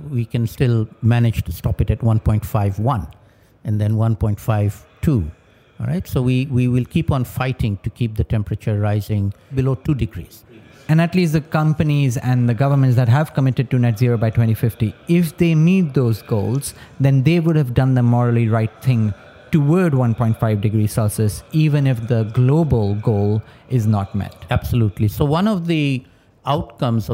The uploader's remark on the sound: recorded at COP27